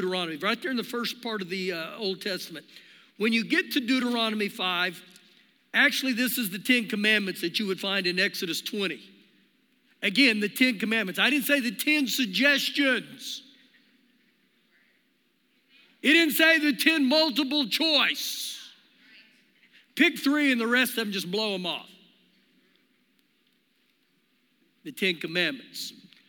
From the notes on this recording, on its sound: Recorded live during our Sunday morning service